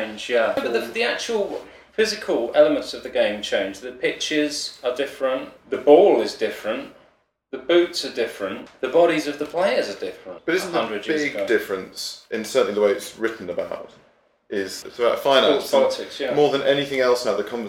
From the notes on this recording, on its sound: This being a pilot pod, the sound is (in the words of the demotic) ‘somewhat patchy.’.